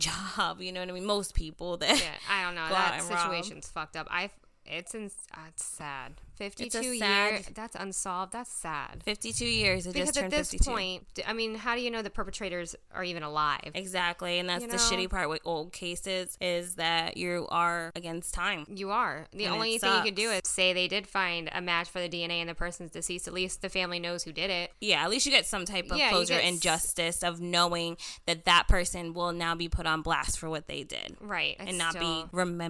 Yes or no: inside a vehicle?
no